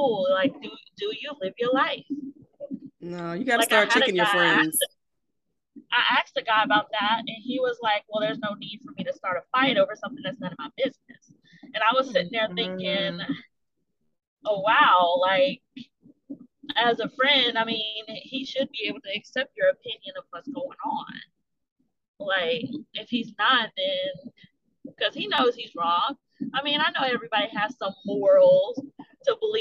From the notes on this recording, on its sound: Please pardon our audio issues.